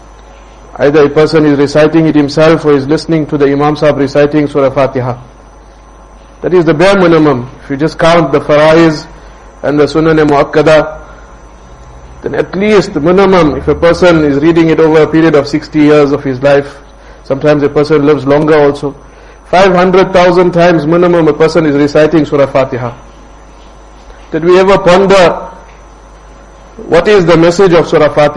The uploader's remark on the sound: Jumuah lecture at Rockford Musalla